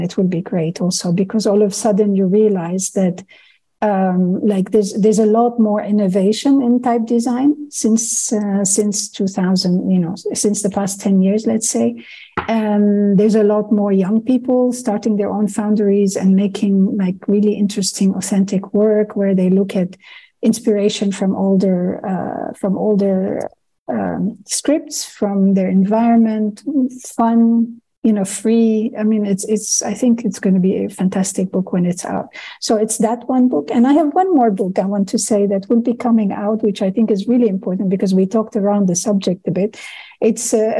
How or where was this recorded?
video call